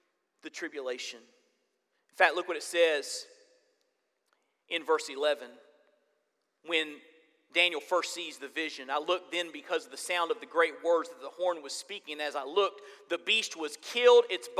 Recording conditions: large echoing room